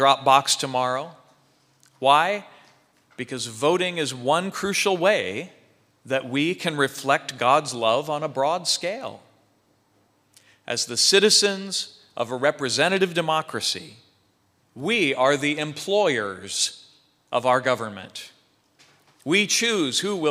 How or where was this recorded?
large echoing room